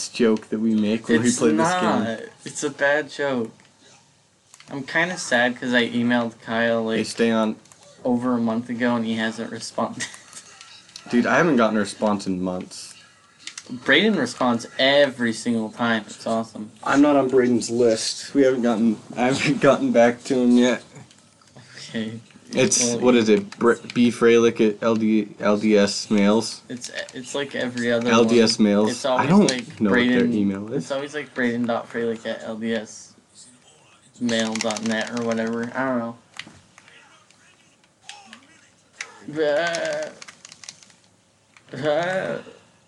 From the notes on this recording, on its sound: There is a lot of weird noises and clicking.